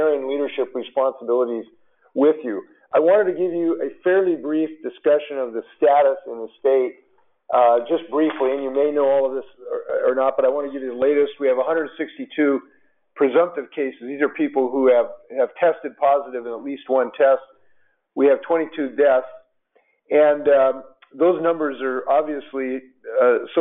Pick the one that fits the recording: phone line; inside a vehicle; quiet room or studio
phone line